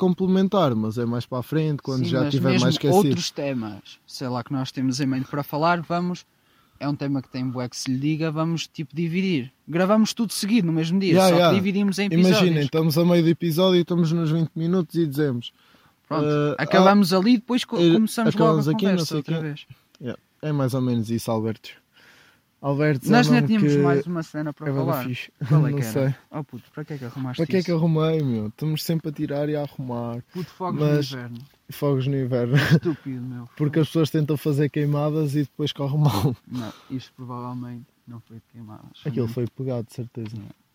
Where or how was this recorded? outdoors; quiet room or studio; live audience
outdoors